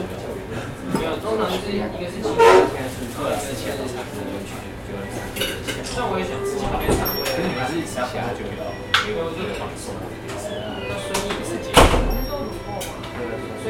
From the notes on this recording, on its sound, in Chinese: 士林捷運站附近的隱藏咖啡廳。聽著之前在他們店裡錄製的聲音。